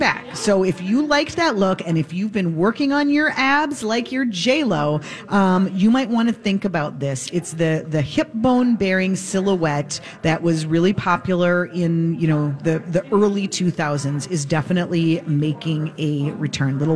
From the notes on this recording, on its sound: Live at Max's Fine Jewelry!